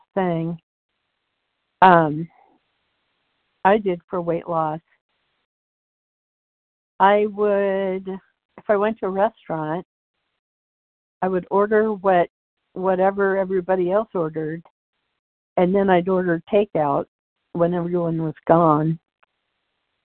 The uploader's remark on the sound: 100 Pounders Phone Meeting